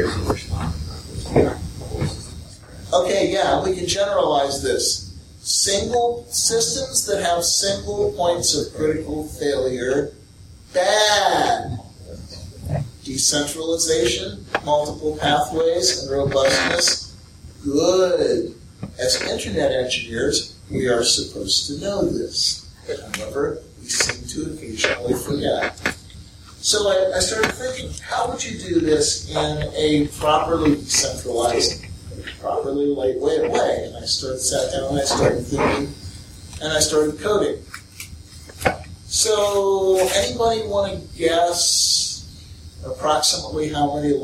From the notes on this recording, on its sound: a talk recorded at the Central Philadelphia Linux Users Group